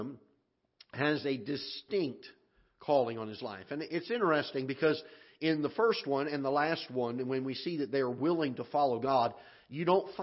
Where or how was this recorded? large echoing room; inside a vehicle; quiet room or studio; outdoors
large echoing room